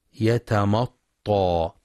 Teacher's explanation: ينتبه لترقيق الميم، فلا يقرأ يتمطى بالتفخيم